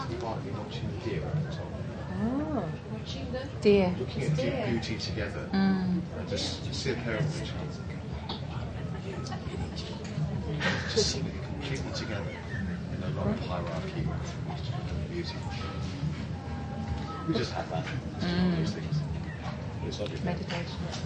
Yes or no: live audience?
yes